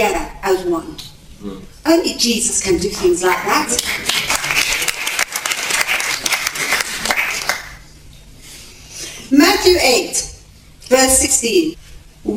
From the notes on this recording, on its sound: Recorded at a teaching meeting in Britain.